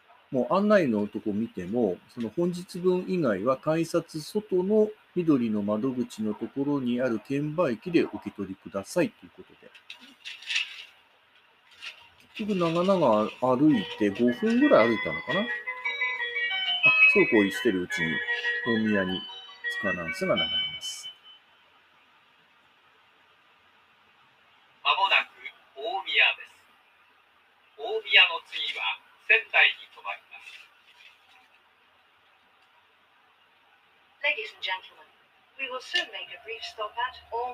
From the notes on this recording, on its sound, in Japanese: はやぶさ７号新青森行き（臨時ダイヤ）より東京～大宮。スタートのはやぶさ７号での音を収録したものをバックに、今回の旅についての話をしています。